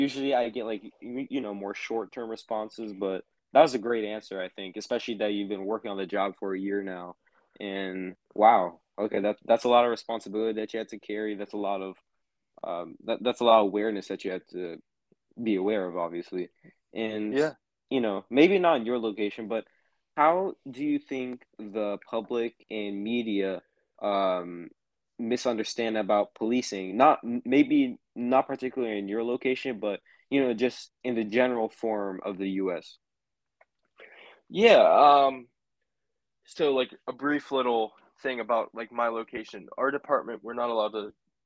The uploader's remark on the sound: Interview via phone call